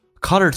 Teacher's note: You have to accept that everything has inconsistency, but never have it with your attitude.OK,我们一起来学习每一个发音更加的完美。第一个单词叫 color，打开口腔，在美式发音比较夸张一点到极限， car 轻轻的卷一下舌头， lerscolors，元音后面加 s 发 z 这个发音